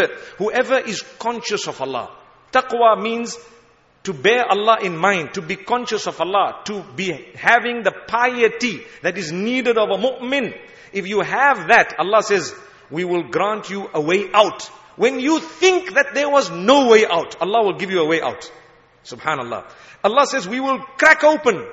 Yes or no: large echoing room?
yes